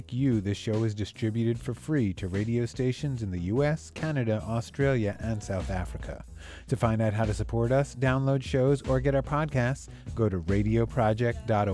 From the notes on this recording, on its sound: Appeared at Politics and Prose bookstore in Washington DC. Special thanks to Politics and Prose Bookstore & Coffeehouse.